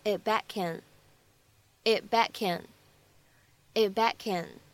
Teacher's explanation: Throw it.而再往后面看，it 和 back。放在一起的话呢，可以有一个失去爆破的处理，而 back，and 放在一起呢，又可以在那连读一下